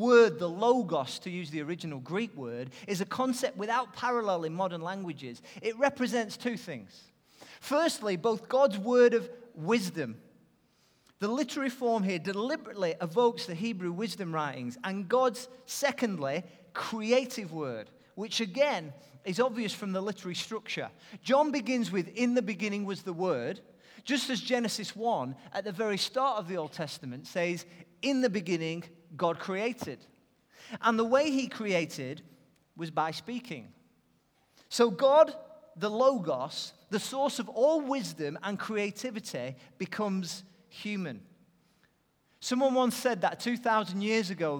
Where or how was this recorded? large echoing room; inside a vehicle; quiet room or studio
large echoing room